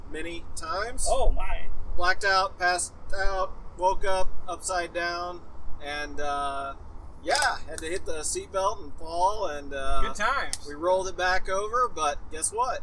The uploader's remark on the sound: We are live at the Bommarito 500